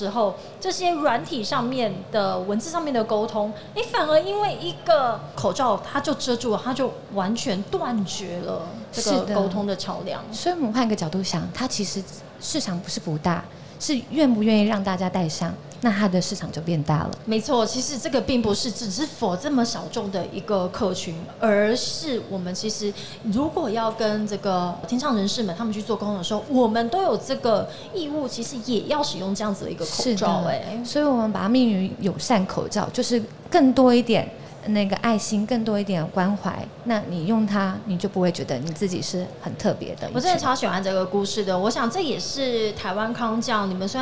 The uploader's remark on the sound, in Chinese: 2022 Medical Taiwan台灣國際醫療暨健康照護展 -Live Podcast。